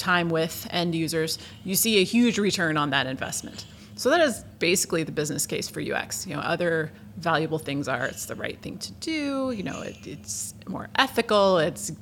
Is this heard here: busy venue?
yes